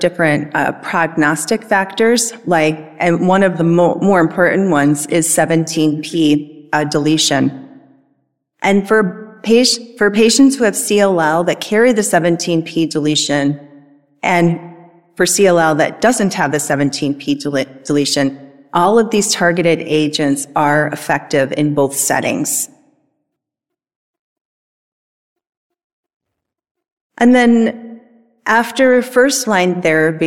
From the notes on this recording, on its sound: This event recorded at the annual ONS Congress